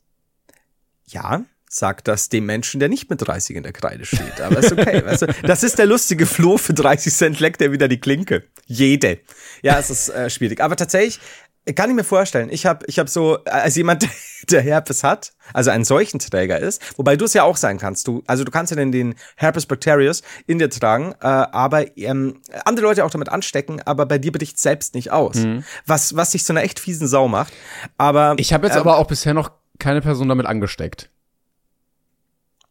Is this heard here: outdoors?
no